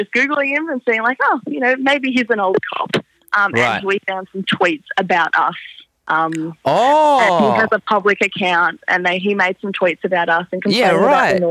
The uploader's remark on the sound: call up a listener